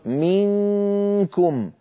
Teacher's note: من أيضا ينقفل المخرج، عند أقول منكم، من هنا كامل الصوت يمر عن طريق الخيشوم، من طريق الفم ما عاد في شيء